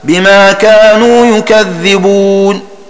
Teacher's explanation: وقرأ الباقون وهم أهل سما وابن عامر بضم الياء وتشديد الذال